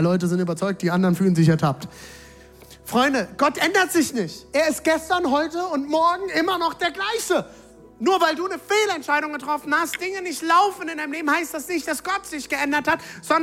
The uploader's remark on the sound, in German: Audiomitschnitt der Predigt